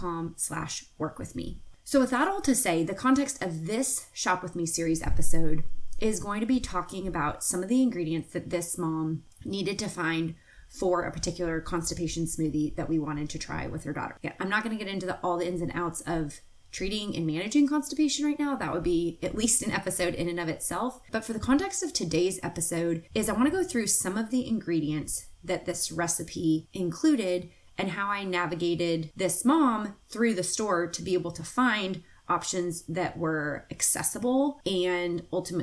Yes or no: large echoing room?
no